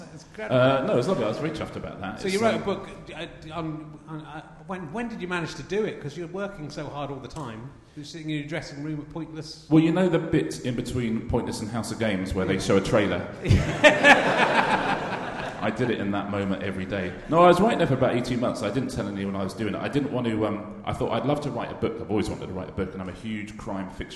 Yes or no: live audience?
yes